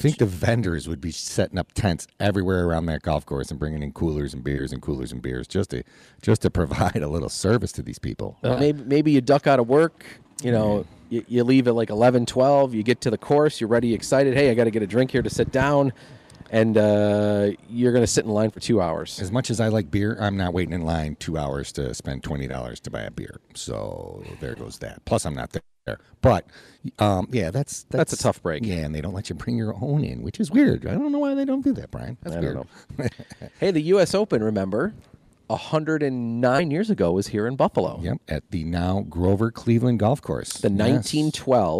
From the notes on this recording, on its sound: US Open Special live from Pendleton Creek.